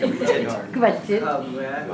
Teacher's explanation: Just think of a KW, kvachit, with your teeth actually coming to the lower lip, so it's a soft B